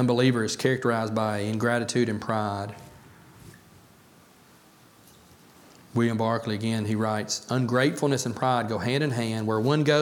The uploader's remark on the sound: A message about being thankful from the Pulpit of Beaver Baptist Church in Brighton, Tn.